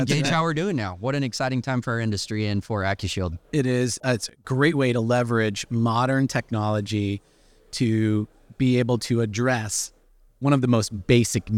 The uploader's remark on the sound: This episode was recorded at the ASHA Annual Meeting. This episode was recorded at the ASHA Annual Meeting.